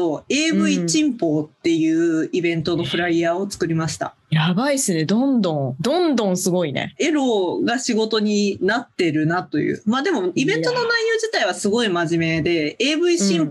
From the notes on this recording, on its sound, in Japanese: 久々のリモート収録です。今週は久しぶりのリモート収録です！